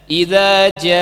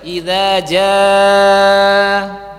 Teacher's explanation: Tarji' itu adalah, lihat, menggelombangkan suara, apalagi dalam mad bacaan panjang, seperti meninggikan suara kemudian merendahkannya dalam satu mad · Shown in: first take